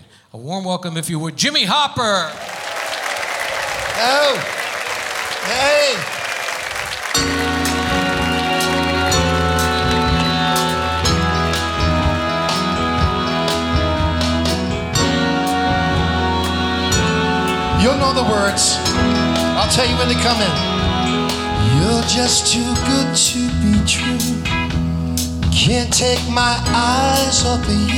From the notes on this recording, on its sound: Live at the SouthPoint Casino